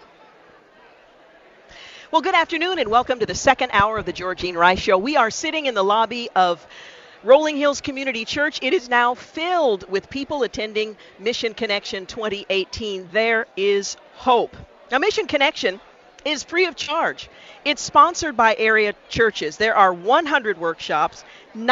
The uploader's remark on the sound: Join us as we broadcast live from Mission Connexion 2018, at Rolling Hills Community Church in Tualitan.